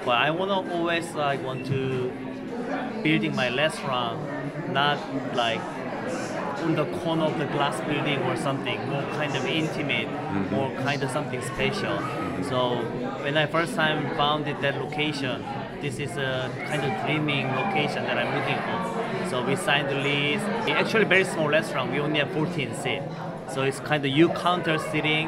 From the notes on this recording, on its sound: We were honored to host Corner Table Talk LIVE at the 2023 James Beard Awards in Chicago.